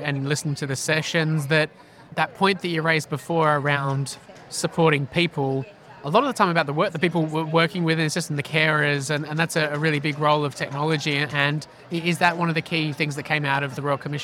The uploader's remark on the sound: Earlier in the year Talking HealthTech was a supporting partner at the 4th Annual Aged Care Tech Summit 2022 in Sydney. During the event we were doing our thing, catching up with speakers after their sessions and recording quick conversations.